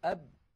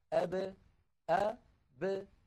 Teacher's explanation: يعني قلنا بأن العرب بدل أن يقولوا أب إذا سكنت الباء يقولون أب أ ب، فيخرجون الباء بالتباعد بين الشفتين لا بالتصادم بينهما · Shown in: second take · Term: القلقلة